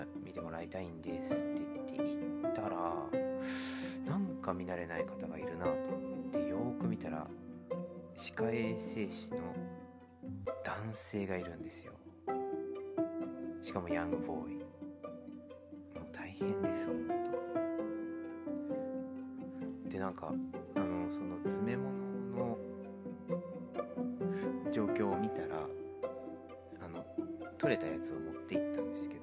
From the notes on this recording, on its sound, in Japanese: 音声にこだわってみようと試みた結果、 いつもより余計なノイズ音が紛れました。